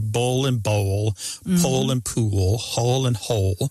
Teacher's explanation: And that L at the end of the syllable is what is known as a dark L. So the physical act of pronouncing that dark L kind of requires the back of the tongue to raise toward your soft palate.